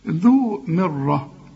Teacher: الراء المفتوحة مفخمة، لكن هنا الميم تكون أكثر رقة لأنها مكسورة